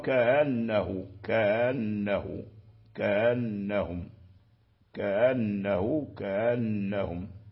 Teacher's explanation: فالهمزة الآن مسهلة بين الهمزة والألف . إذا قلنا بين الهمزة والألف فيعني لا هي همزة ولا